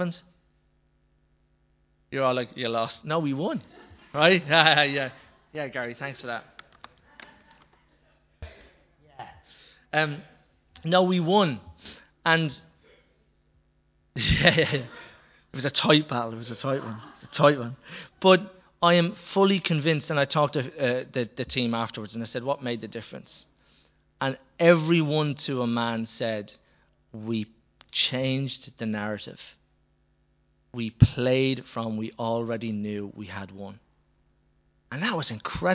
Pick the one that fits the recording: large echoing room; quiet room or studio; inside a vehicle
large echoing room